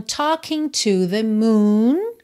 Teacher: Talking, o G não é pronunciado, então talking to the moon.